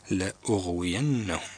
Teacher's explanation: والهمزة هنا ليست مفتوحة إنما هي مضمومة